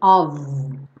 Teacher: E of sempre vai ter som de OV.